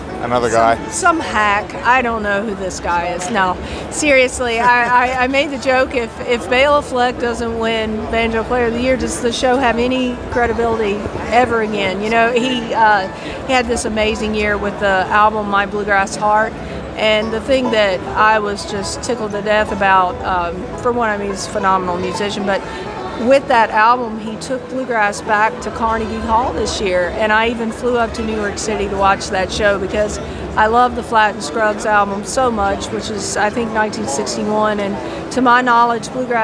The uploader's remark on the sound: Live From IBMA 2022. Stopped by to say hello to us at IBMA.